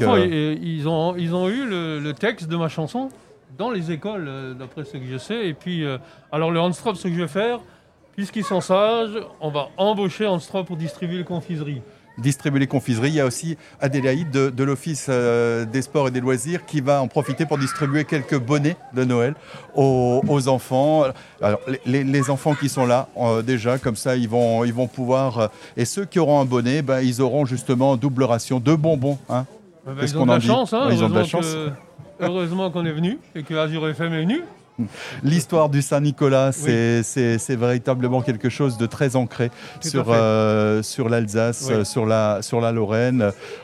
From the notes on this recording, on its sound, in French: en direct du marché de Noël à Haguenau